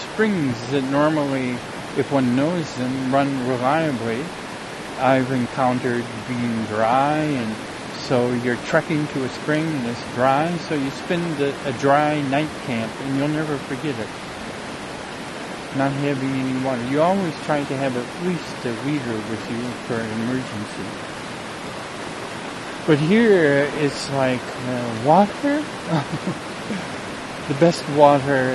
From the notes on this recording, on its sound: A streamside dialogue circle. A streamside dialogue circle. Near where this talk wad recorded in the Eagle Cap Wilderness, OREGON.